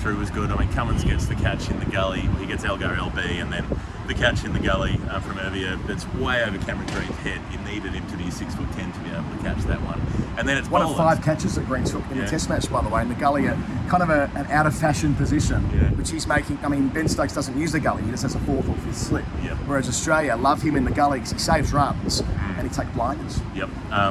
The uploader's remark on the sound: Forgive the wind sound, we're still working on the audio set-up for these.